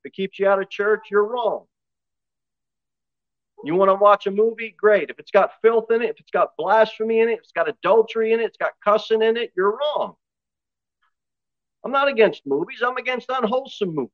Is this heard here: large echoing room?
yes